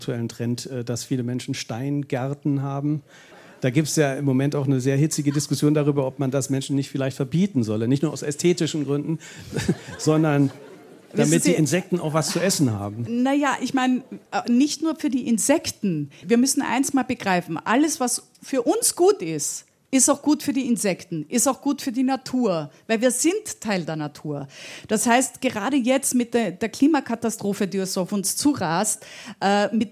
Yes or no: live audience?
yes